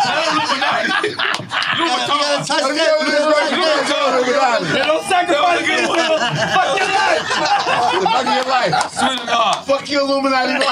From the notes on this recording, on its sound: Live from Rolling Loud the guys stop by for a good time!